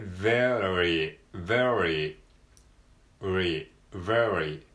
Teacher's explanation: V、V、下唇に、えー、上の歯を当てて、V、V、ちょっとあの震わせるような感じですね